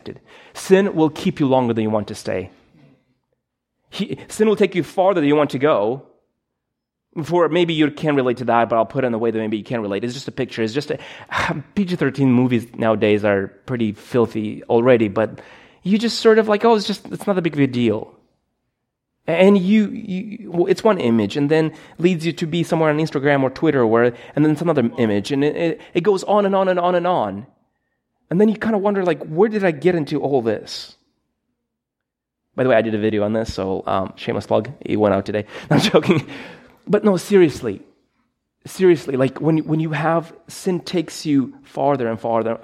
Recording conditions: large echoing room